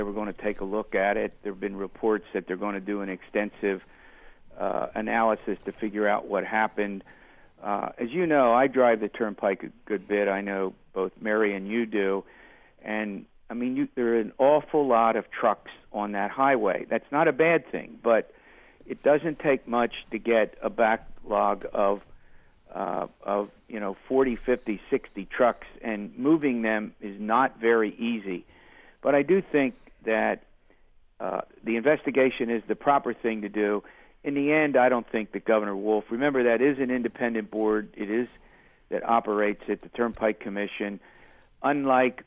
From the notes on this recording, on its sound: We'll open the phones